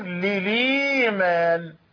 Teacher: نحن نقرأ في حفص للإيمان، اللام الثانية ساكنة والهمزة التي بعدها مكسورة، ننقل همزة حركة الهمزة، يعني ننقل الكسرة التي هي حركة الهمزة إلى اللام التي قبلها فتصير لليمان، ونقول هذا بدل مغير بالنقل. · Term: تغيير بالنقل